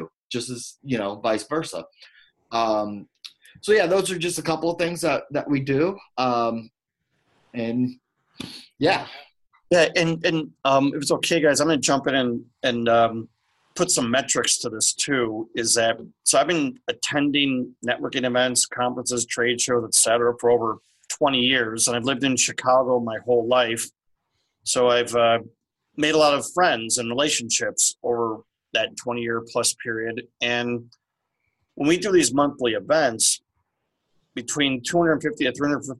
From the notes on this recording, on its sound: a LIVE webcast that airs every Wednesday at NOON Central (via Zoom and Facebook LIVE)